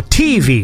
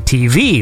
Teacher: I put the emphasis on the V · Shown in: second take